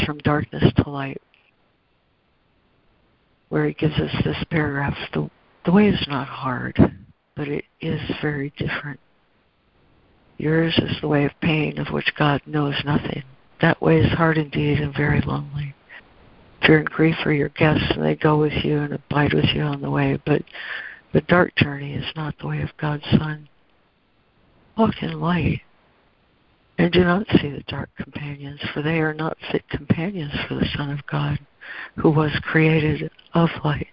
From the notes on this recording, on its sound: ACIM Daily Conference Call